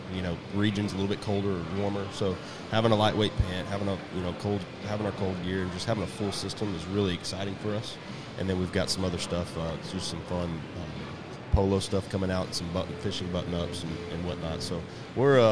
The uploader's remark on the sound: we are once again live on Sunday morning at Texas Trophy Hunter's Extravaganza